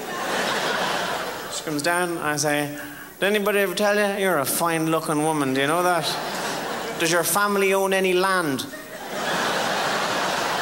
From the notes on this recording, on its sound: Unleashes his high energy brand of comedy at the 2000 Just for Laughs Festival in Montreal.